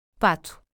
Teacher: pronounced with the tongue lower, allowing more airflow, creating a more open sound. Example, a in pato, duck. · Term: Open vowels